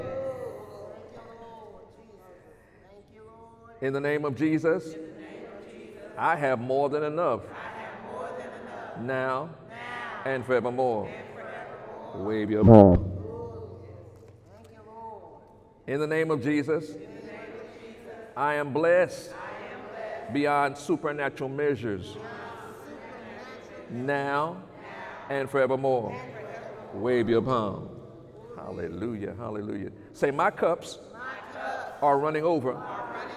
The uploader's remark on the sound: During Sunday morning service on April 14, 2019